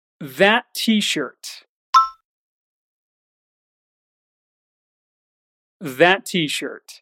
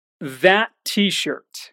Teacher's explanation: Notice how the words sound like they are connected. This is because the word that ends in T, and t-shirt begins with the same sound.